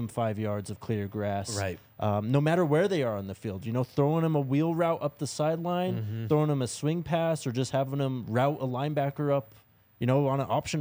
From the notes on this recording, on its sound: coming to you LIVE from the DNVR Bar